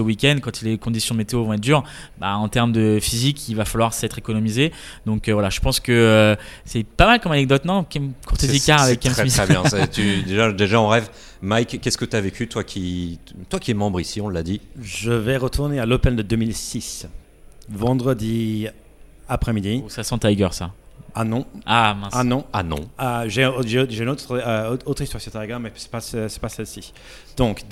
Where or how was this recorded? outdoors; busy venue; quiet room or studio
busy venue